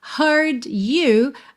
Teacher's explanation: Heard you, acaba soando ju, pela junção, tá? Se você preferir, pode ser heard you, no problem.